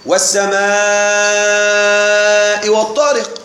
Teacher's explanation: فالألف هنا مدت زيادة على مدها الطبيعي · Term: المد